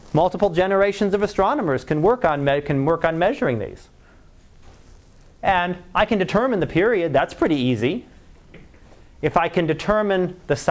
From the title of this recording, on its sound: Live Class Lecture